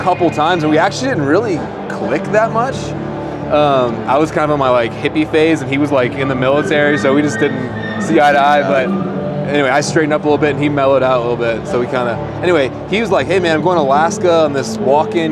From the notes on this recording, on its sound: LIVE FROM THE HUNT EXPO // SALT LAKE CITY, UT. Though podcasting was not my first priority at the expo, I was able to record some content to share with you.